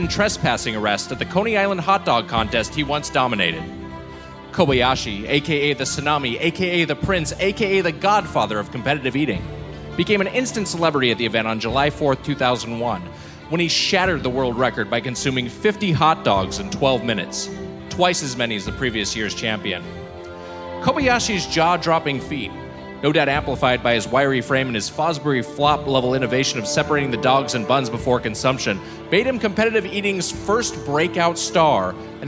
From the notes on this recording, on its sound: The live finale of Dogdoughbarkfest in New York City. Recorded live at the Gramercy Theater in New York City.